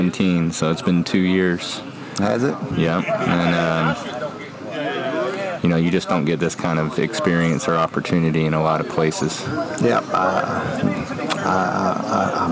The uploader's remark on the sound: Live from the SPURT VI Retreat. This podcast contains 17 short interviews of the men who attended. On a beautiful May weekend in the forests of the Hoosier state.